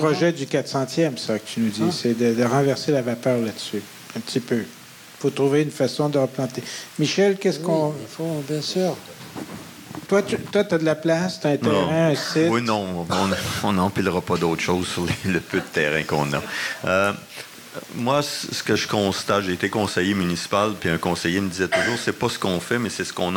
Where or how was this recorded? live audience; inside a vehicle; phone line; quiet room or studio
live audience